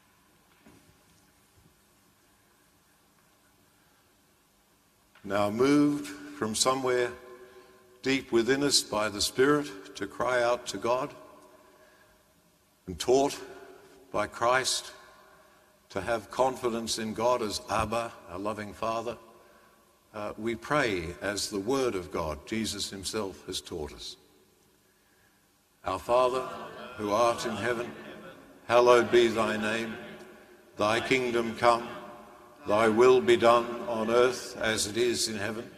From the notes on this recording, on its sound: As preached in (an all but empty) Sacred Heart Cathedral, Hamilton during the live-streamed 9.30 am Mass.